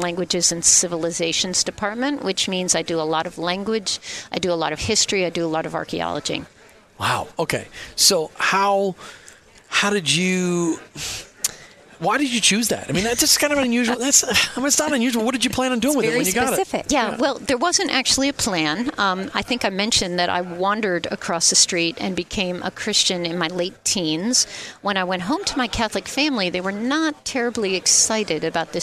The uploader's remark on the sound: LIVE from Chicago at the Faith at Work Summit